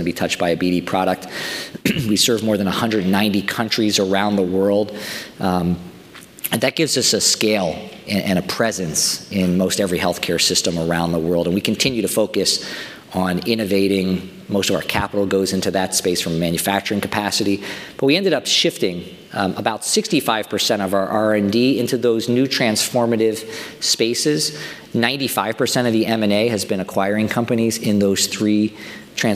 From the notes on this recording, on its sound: DeviceTalks Boston’s opening keynote conversation